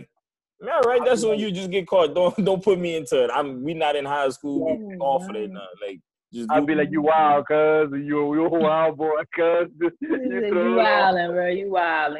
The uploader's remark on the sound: This is our first episode live on zoom